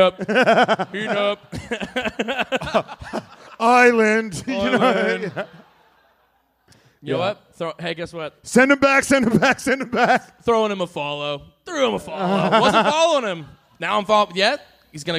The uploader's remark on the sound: 2023 USGP LIVE SHOW IN AUSTIN. The guys recorded LIVE at the Vulcan Theater.